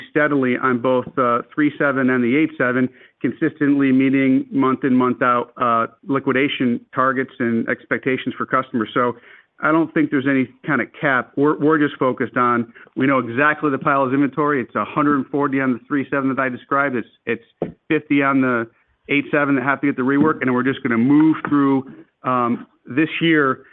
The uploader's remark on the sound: Q4 2023 Earnings Conference Call.